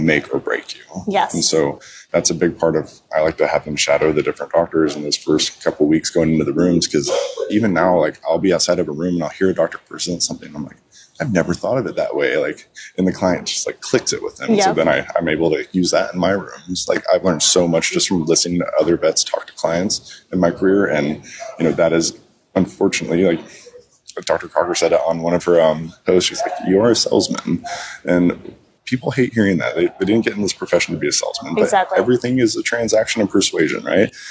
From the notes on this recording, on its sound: This special episode was recorded on the move at the VMX conference, so listeners will get to experience the lively atmosphere of the event in the background.